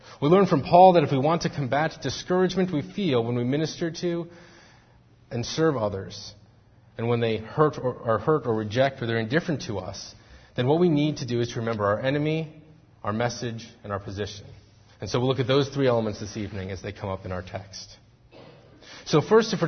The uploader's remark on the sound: Faith Presbyterian Church – Evening Service